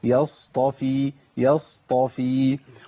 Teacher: مفخمه وساكنه فيها رخاوه مش فيها صوت. يصطفي يصطفي، والفاء عندي مرققه ما اقولش يطافي، يصطفي يصطفي. · Term: الصاد